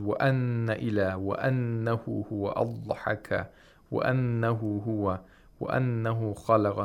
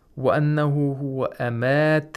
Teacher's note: We have at the beginning of each of these verses, وَأَنَّ إِلَى وَأَنَّهُ هُوَ أَضْحَكَ وَأَنَّهُ هُوَ وَأَنَّهُ خَلَغَ So you have to be careful that you don't miss applying the ghunnas for these words. Nasalization for two counts. · Term: ghunnah